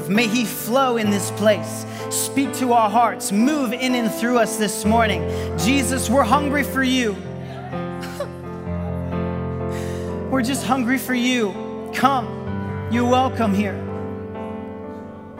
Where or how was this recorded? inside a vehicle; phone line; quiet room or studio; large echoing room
large echoing room